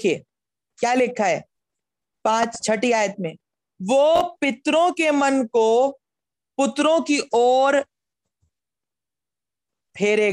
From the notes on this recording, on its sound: Zoom Meeting.